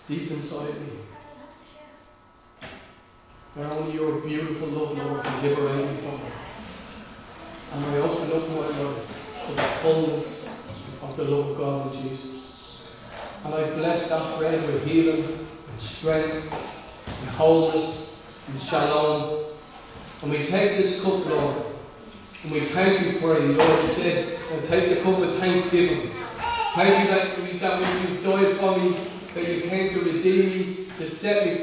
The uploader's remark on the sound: Recorded live at Liberty Church on 26th July 2020